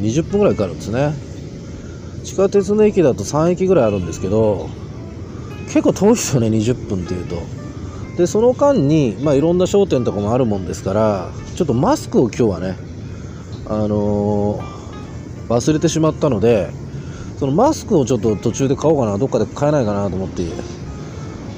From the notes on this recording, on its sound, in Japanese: 台湾高雄の川のほとりでボーッと録音してみた。夜に録音してみた。